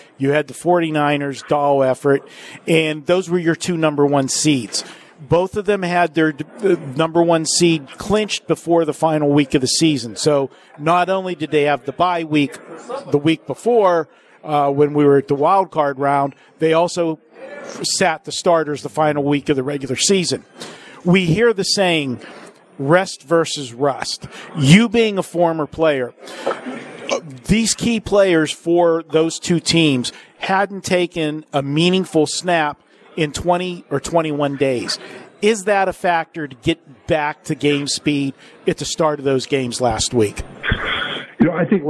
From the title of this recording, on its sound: Live from the Super Book at Westgate Las Vegas